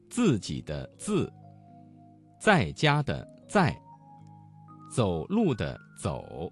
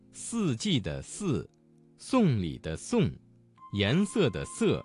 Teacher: 滋和呲要有爆破感，丝要有摩擦感